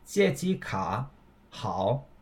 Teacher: I chose to keep them separate by taking a pause between the end of debit card and the start of good